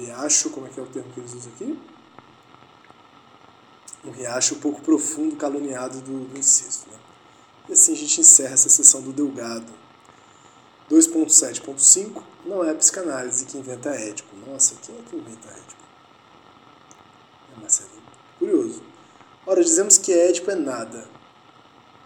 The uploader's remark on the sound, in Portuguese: Nos aventuramos pela jornada de gravar um episódio com uma panela de pressão em mau funcionamento.